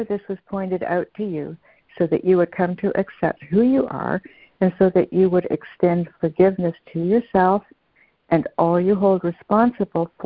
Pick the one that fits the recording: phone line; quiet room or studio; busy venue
phone line